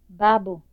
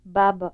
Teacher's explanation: minimal pairs contrasting the high back vowel and the low central vowel